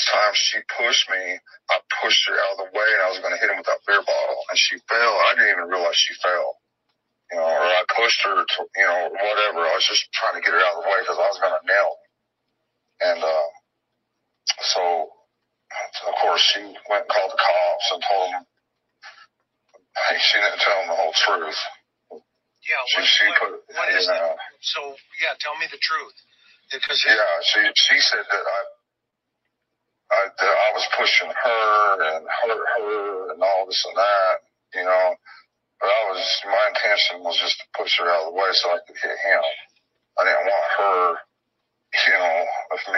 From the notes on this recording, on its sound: Listen to the audio phone interview.